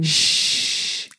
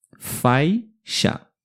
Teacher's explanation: Nós temos a letra X com o som do CH. É aquele som chiado. Exatamente esse som, né?